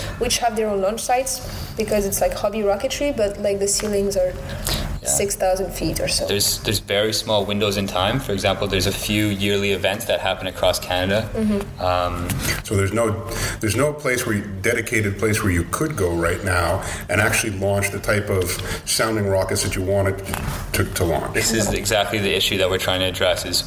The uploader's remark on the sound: Recorded at the conference. The Montreal Space Symposium is a new conference that was conceived of and organized by students. Registration was free and they confirmed 400 registrations with approximately 300 attending the keynote.